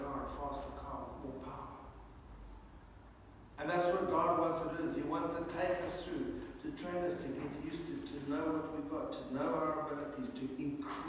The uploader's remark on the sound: Recorded on a mobile, the sound quality may not be as good as on our other podcasts.